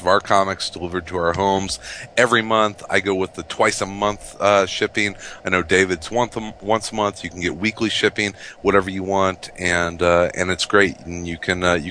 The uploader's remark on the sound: LIVE from the ANT Farm